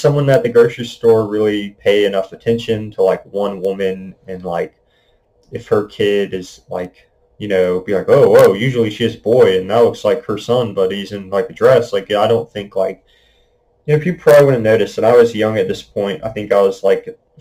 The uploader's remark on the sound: I would like to apologize for the messy audio quality, I am still figuring out the proper way to use my new microphone